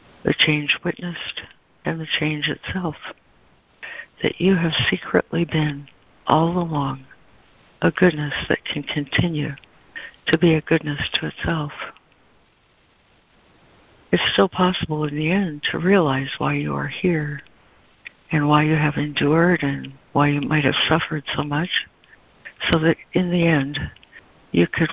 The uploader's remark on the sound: ACIM Daily Conference Call